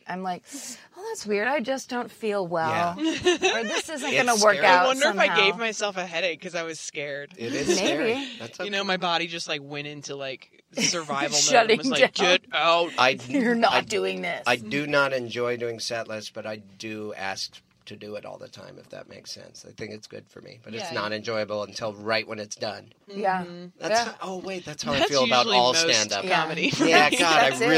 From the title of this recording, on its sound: In the Car